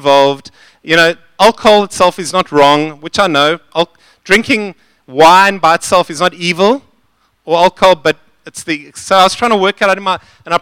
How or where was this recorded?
large echoing room